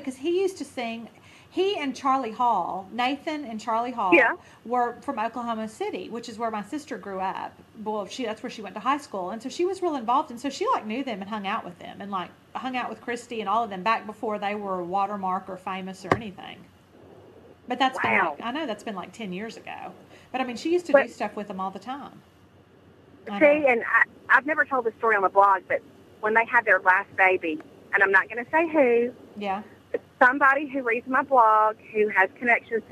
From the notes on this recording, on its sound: Coming to you live from Texas and somewhere on I-65. On a cell phone and sounds like she's participating in a really sub-par radio remote.